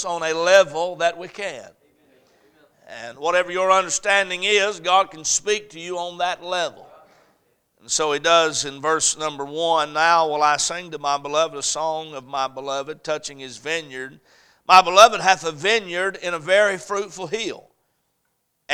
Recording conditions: large echoing room